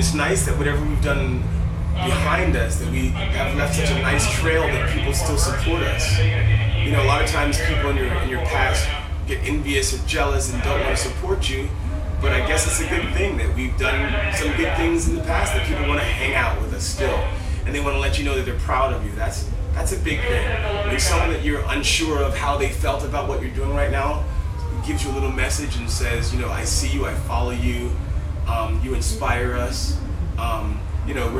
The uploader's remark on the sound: During the festival our audio recorder went out so we had to rely on our video. We videoed the interview and used the audio for the podcast.